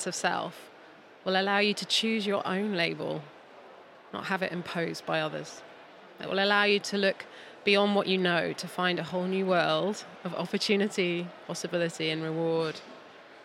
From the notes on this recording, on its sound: An end-of-series special recorded LIVE at the London Podcast Show.